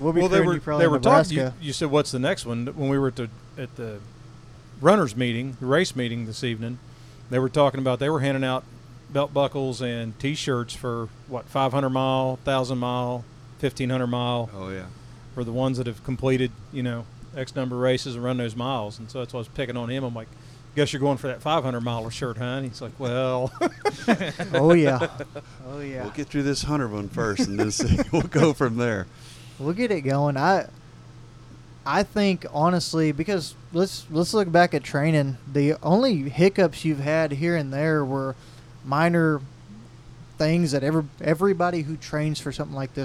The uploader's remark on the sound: The episode is recorded on the Huntsville State Park grounds